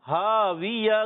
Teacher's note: اس میں حرف مدہ علی مدہ ہے، ایک الف کھینچیں گے، حرکات کو بغیر کھینچے، آخر میں گول تا کو وقف کی صورت میں ہا سے بدل دیں گے